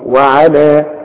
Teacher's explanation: اذا وقفت على وعلى اديها حركتين فقط اقول وعلى بس.